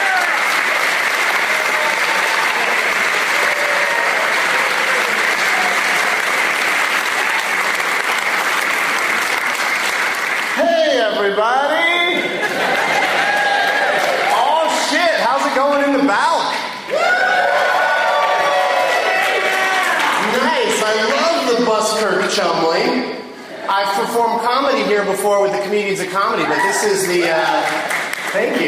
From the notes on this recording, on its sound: From the Buskirk/Chumley Theater at the Limestone Comedy Festival in Bloomington,